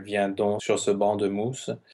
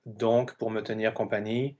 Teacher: Yeah, it can happen, especially when you use donc as a conjunction, like therefore, then the C will be pronounced as a K. · Shown in: second take